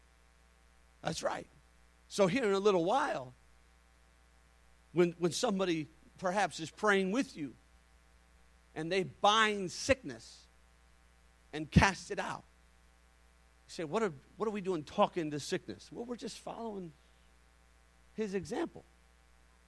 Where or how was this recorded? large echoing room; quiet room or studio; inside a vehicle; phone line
large echoing room